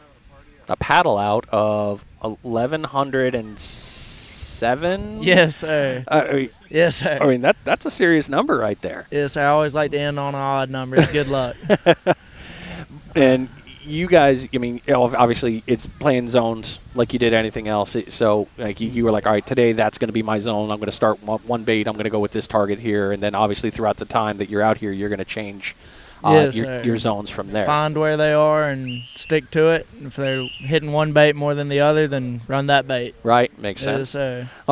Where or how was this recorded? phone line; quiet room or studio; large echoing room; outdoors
outdoors